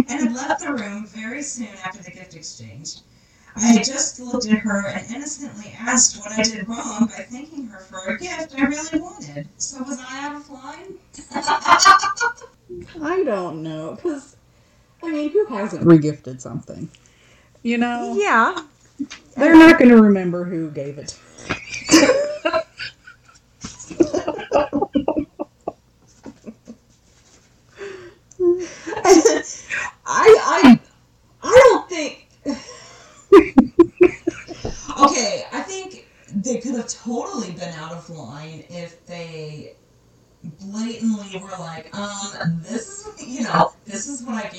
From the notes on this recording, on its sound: Just a heads up about the audio on this one......it's not great.